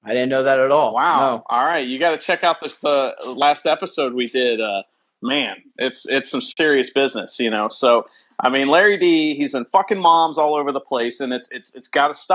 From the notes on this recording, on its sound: It was recorded on FB Live.